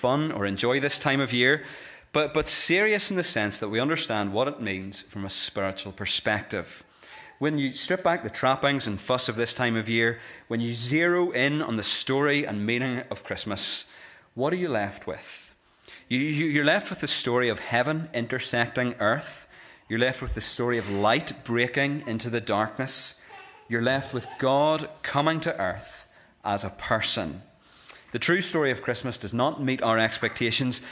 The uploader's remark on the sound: This is the recording of the epilogue given at our Christmas Candlelit Carol service